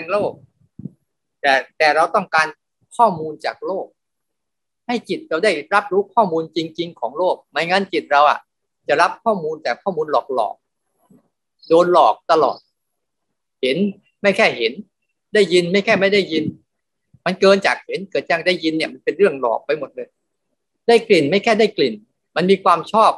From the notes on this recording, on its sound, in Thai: คอร์สออนไลน์ (ผ่านโปรแกรม Zoom)